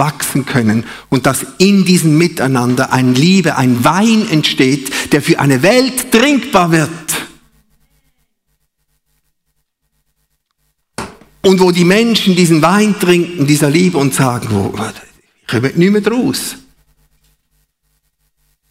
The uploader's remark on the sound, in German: Live aus Winterthur der Dienstagsgottesdienst